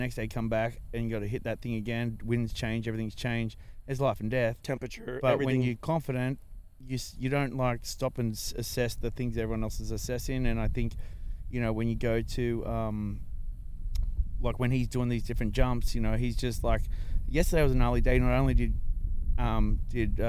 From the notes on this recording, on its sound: We were lucky enough to be invited to Red Bull Imagination to record a podcast and witness what is becoming one of the marquee two wheel events each year. We travelled from California to Kansas to cover this epic event and as usual the E3 Ranch didn't disappoint.